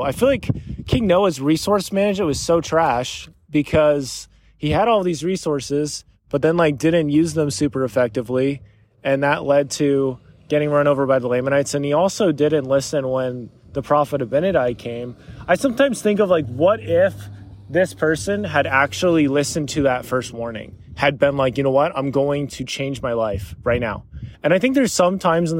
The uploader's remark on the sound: PS: This was recorded while on a walk through my parent's neighborhood. There may be the sounds of cars and driving and that is 100% intended haha.